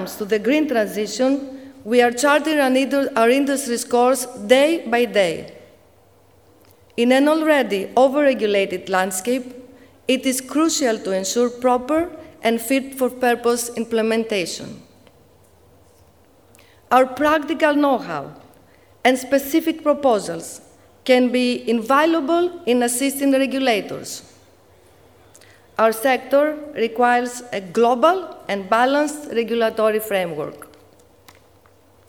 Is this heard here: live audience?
yes